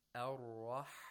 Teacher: Okay, the first verse of this surah, Ar-Rahman, the ha is very important to pay attention to, because ha has a special characteristic which is called buha, and it really has to do with the place of articulation of ha, which is the pharynx. And you have to narrow down the pharynx wall in order to pronounce this fricative, this weak fricative, Ar-Rahman.